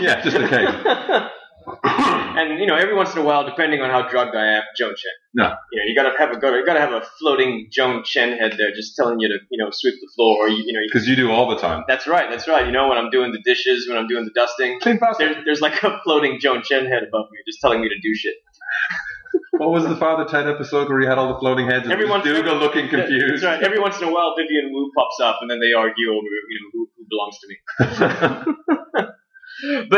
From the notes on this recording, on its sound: Apologies in advance or the sound quality on this week''s show. The fancy expensive mic that I bought WAS plugged in and functioning correctly however SOMEONE (I wonder who) forgot too switch audacity over from internal to external mic.